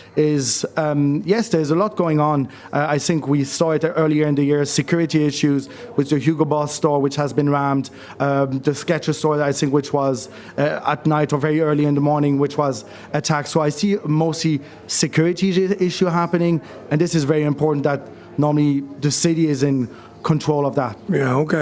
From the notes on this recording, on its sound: Broadcasting from the Three Store on Grafton Street this week, a street that is integral to shopping in Dublin.